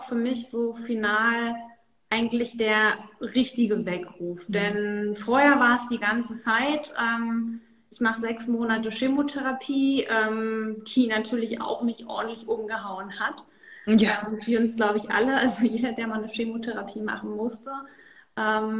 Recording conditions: video call